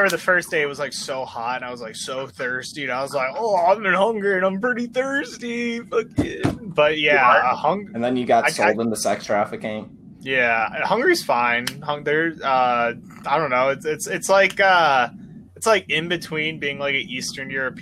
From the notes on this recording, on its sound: The Terrible Audio Episode. Dumping old live episodes.